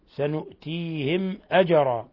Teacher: ميم ساكنة جاء بعدها الهمزة إظهار شفوي